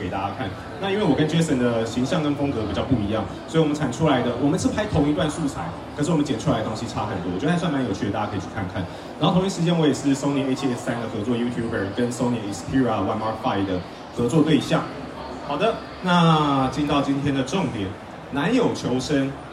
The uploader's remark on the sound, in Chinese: 解鎖Sony攝影展講師成就！沒辦法來現場的來這裡聽吧！！現場錄音版。